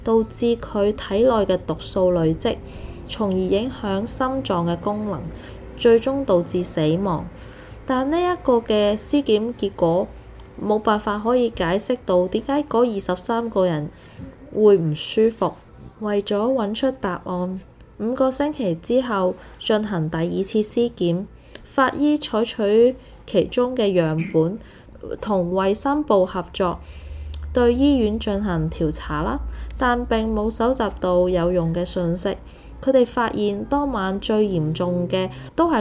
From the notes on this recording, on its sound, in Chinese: 這一集比較多背景聲，因為在旅行途中房間錄製，小朋友都在旁邊，比較多環境音，非常抱歉。